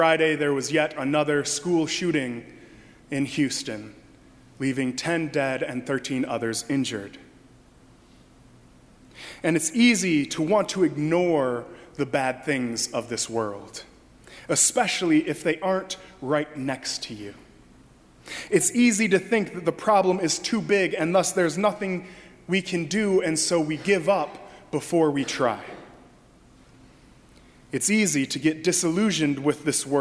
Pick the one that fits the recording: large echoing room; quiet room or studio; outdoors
large echoing room